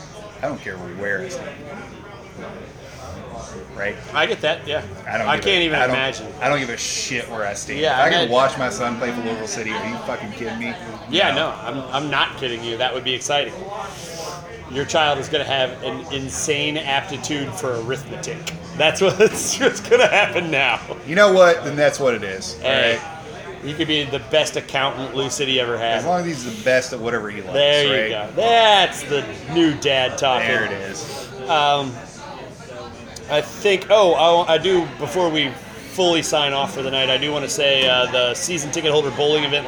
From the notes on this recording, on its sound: record live at Saints during the USMNT vs Jamaica game